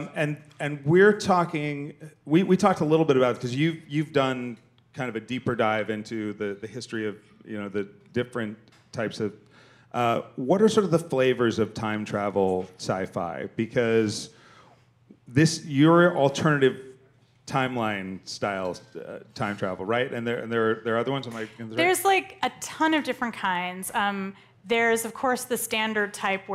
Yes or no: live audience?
yes